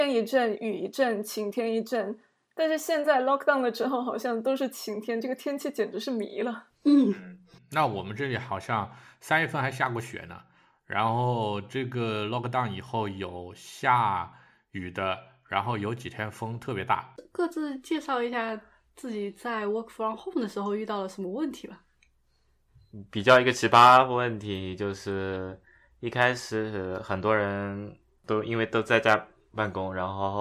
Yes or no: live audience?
no